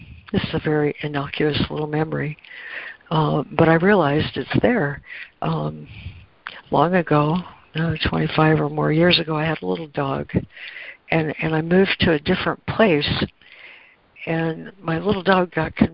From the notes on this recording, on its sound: ACIM Daily Conference Call.